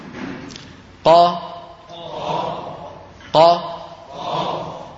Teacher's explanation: كيف نشأت هذه الألف؟ بتطويل قا بمقدار قا أخرى